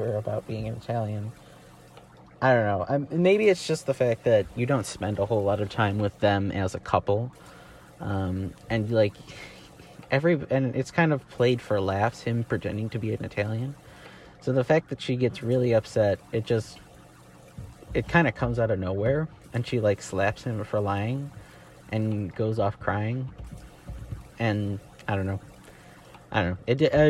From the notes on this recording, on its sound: Let me know if the sound in the background is annoying, if so I will try to find a part of the space craft that is not so noisy or maybe get a better mic.